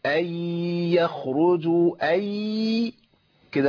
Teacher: أقول أن يخرجوا أي كده، أنا ما عملتش غنة، عملت إدغام بغير غنة